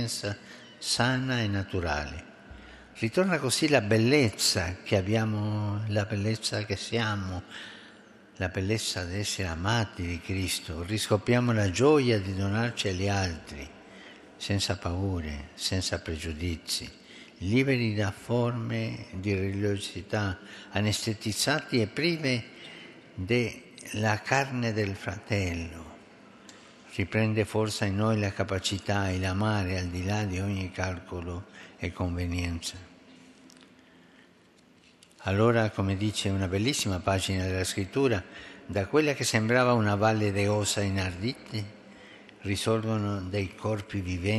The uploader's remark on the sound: FROM SAINT PETER BASILICA, HOLY MASS WITH THE CANONIZATION CEREMONY